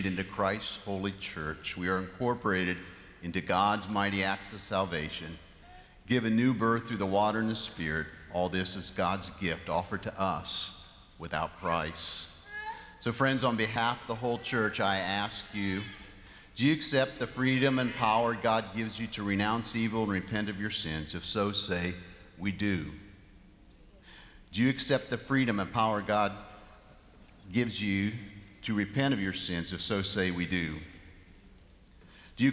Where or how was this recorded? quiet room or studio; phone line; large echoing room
large echoing room